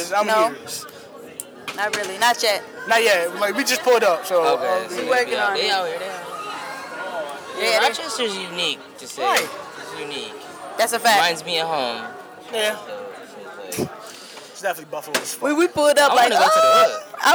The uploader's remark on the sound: Live From Anti-Venue Rochester. Live backstage coverage of the #AntiVenueTour while on it's stop in Rochester, New York.